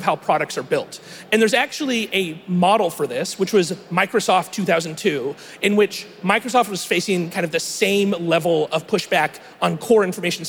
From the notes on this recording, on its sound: live interviews from the 2019 Collision conference in Toronto, Canada